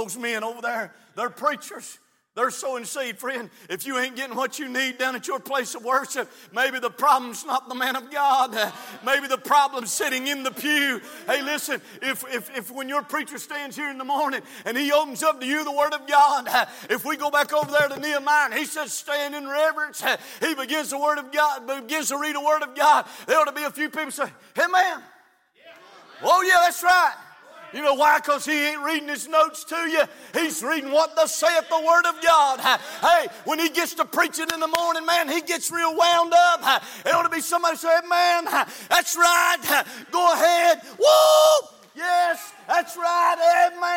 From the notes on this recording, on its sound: from the pulpit of Calvary Baptist Church